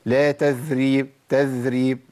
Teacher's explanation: والخطأ الثاني ان انا اخلي لساني يتمكن من اطراف الثنايا بشكل قوي تبقى قريبه من الذال